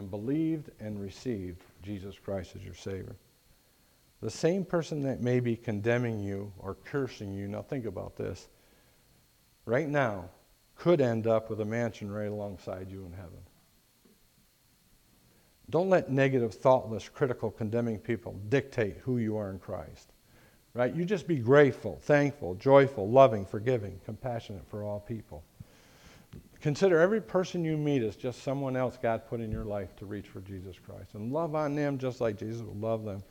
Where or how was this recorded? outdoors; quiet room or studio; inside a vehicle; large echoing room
large echoing room